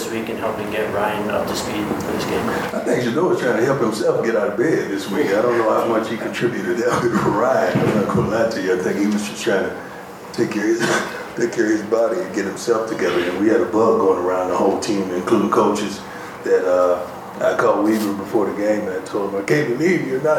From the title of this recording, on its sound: Post-game press conference